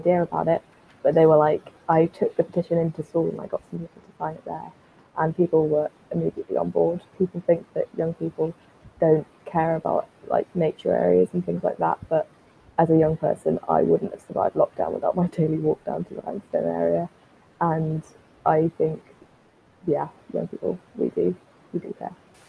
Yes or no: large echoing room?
no